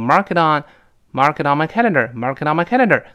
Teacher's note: my calendar 是断开的。但是在长速跟读，读得更快的时候呢 market 这个 it 跟后面的 on 又连到一块儿，都是 mark iton，mark it on mycalendar，mark iton，mark iton。那个 it 跟 on 本来应该是 iton，iton，但连读这个它轻轻浊化